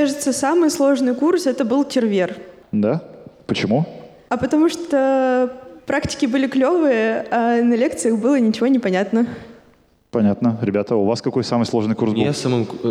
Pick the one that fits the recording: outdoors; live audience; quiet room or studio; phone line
live audience